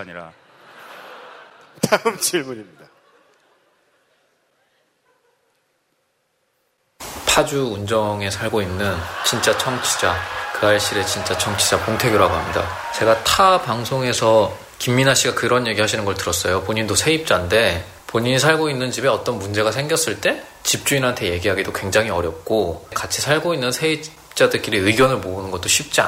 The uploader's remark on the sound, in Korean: 300회특집 공개방송